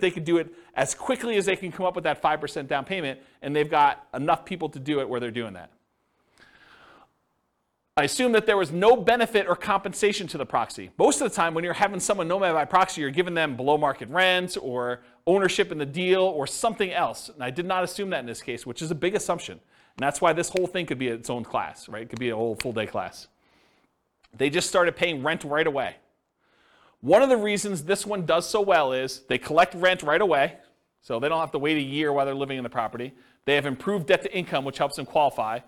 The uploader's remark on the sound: This was a live class recorded